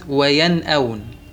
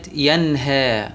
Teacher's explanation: يخرجان من أقصى الحلق، الهمزة ثم الهاء. نأتي بكلمة على هذا المثال مع الهمزة والنون الساكنة، أي وقعت الهمزة بعد النون الساكنة في كلمة، كلمة وينأون، كلمة ينهى. · Term: الهمزة والهاء